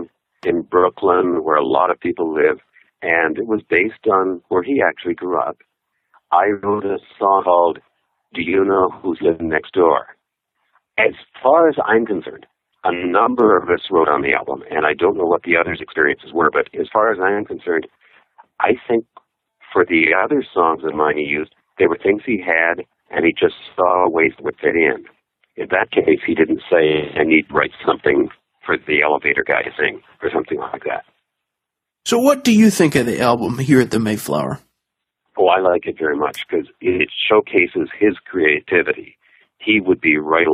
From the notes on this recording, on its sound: We’ll tell you right now, this was a phoner. That’s what we call a telephone interview, but the connection was not crystal clear.